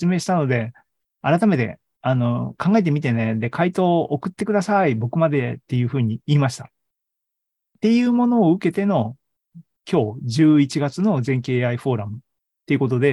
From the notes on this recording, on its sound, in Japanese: ２０２２年１１月３０日に開催した ZOOMライブの模様です